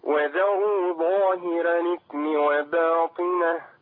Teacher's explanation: تفخيم الظاء، ظاء حرف مطبق